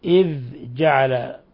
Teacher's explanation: وليحترس القارئ من قلقلة الذال، لأن الذال ليست من حروف القلقلة